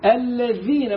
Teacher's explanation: اهدنا الصراط المستقيم، صراط الذين، ما تقولش الذين، طلع طرف اللسان في الذات عشان تفرق عن الزاي